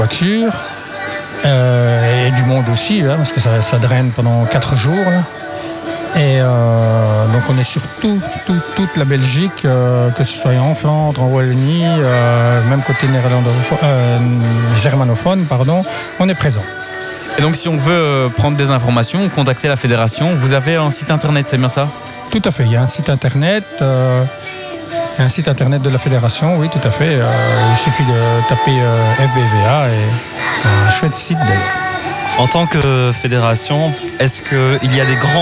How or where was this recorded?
busy venue